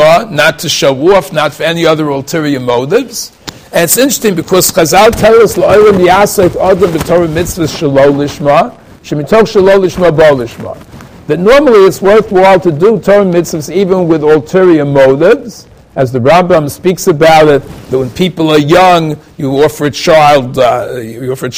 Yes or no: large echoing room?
yes